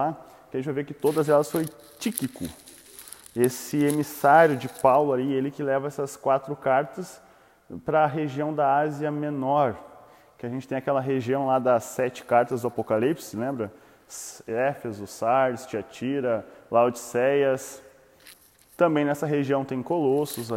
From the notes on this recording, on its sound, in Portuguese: áudio sem edição extraído do Imersão presencial